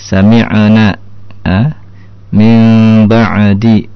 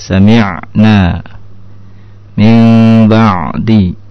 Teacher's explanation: huruf ain dia bukan bagian dari qalqalah ya karena itu ditahan dalam membacanya · Shown in: second take